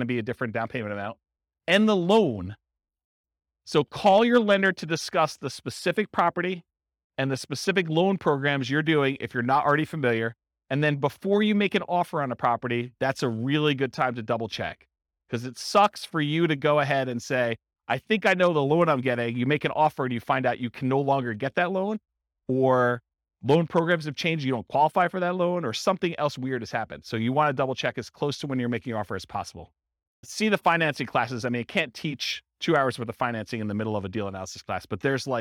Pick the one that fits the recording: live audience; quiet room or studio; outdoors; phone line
live audience